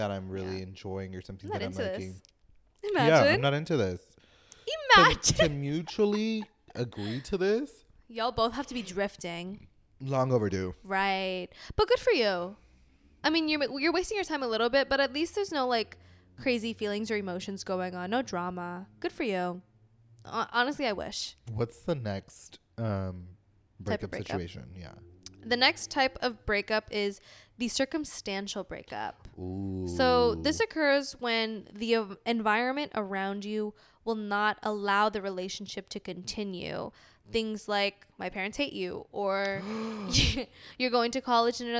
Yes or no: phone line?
no